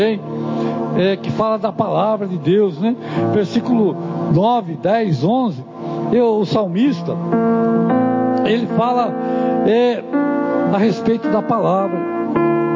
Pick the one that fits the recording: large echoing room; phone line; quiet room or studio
large echoing room